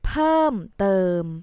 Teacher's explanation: more สุภาพ more เป็นทางการนะ more polite and more formal ต้องการอะไรเพิ่มเติม เพิ่มเติม เพิ่ม with falling tone and เติม with flat tone